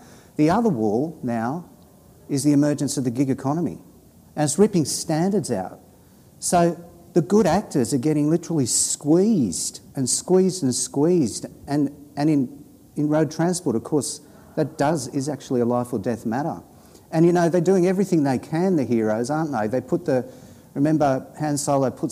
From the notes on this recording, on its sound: the first of TWO live recordings of Socially Democratic, as part of ALP National Conference Fringe